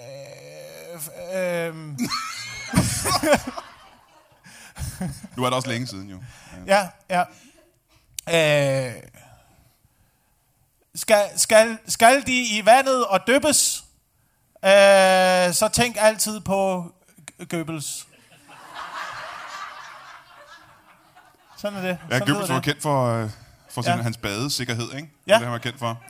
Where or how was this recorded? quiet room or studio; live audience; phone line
live audience